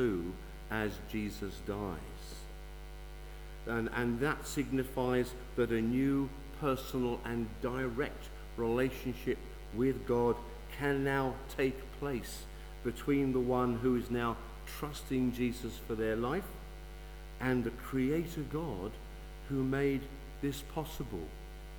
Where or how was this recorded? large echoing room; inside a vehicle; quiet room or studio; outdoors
large echoing room